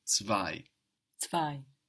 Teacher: We have the Z like T-S, we have the W like a V, and then we have that E-I giving us I, zwei.